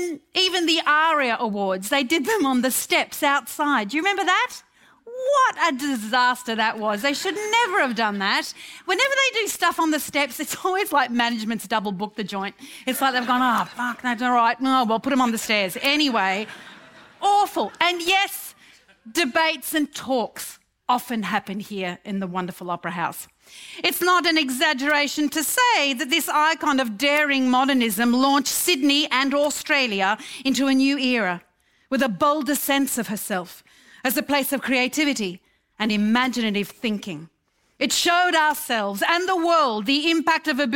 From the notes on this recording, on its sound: A debate from our 50th Birthday Festival. This event was recorded live at the Sydney Opera House.